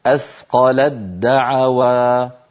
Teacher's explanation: تعالى أثقلت دعوى الله ربهما، أثقلت آخرها تاء، دعوى أولها دال، فعند الوصل نحول التاء إلى دال ويصير النطق بدال مشددة